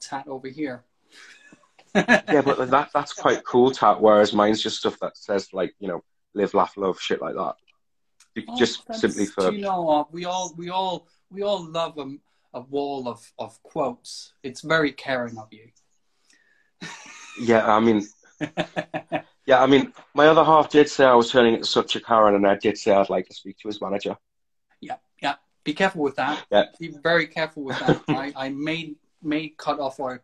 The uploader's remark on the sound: Recorded on 1 August 2020 on Instagram Live